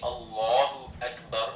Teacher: If you remember the rule of the Lam, the Alif here has Fatha, so we're going to make the Lam in the word Allah, Lafzul Jalala, we're going to make that heavy or tafkhim.